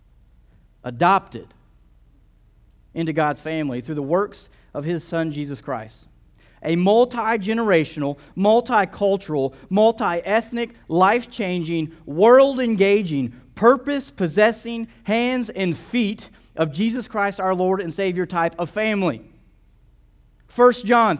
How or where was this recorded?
large echoing room